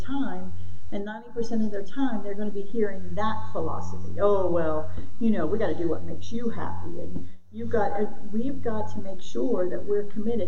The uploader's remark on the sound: Originally recorded on 4/23/2022 at Addison Free Will Baptist Church.